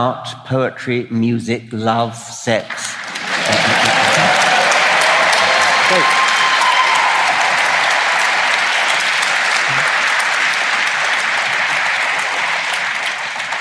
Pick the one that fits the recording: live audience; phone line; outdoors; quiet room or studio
live audience